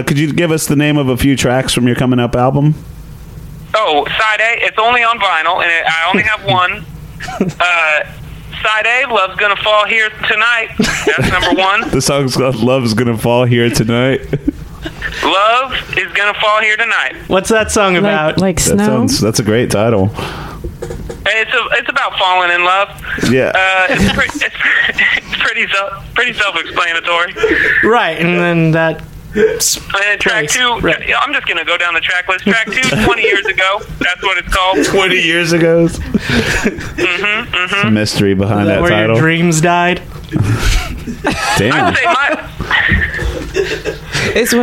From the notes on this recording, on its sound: We get a call